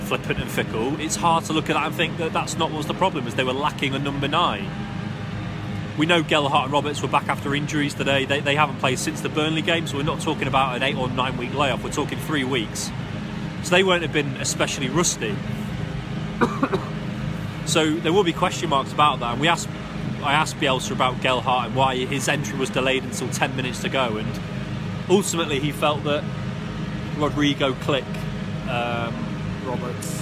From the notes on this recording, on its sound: Live from Elland Road.